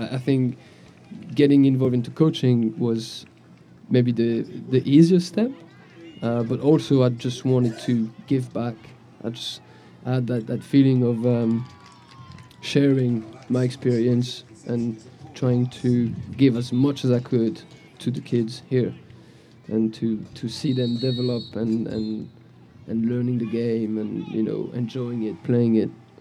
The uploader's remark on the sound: Live at the Eastern Shore Premier Cup